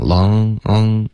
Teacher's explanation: long 的这个 N 没有听到你顶舌尖，你用的是一个后鼻音